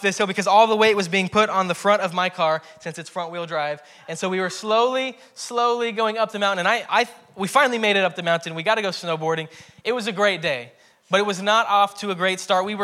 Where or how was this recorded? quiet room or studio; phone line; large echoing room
large echoing room